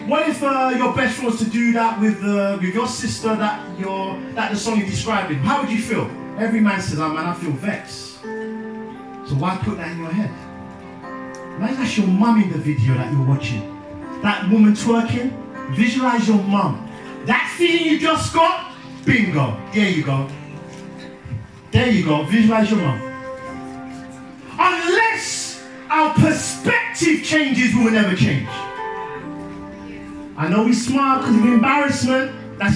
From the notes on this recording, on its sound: Youth Day at Penderford SDA Church. Sermon preached at Penderford SDA Church.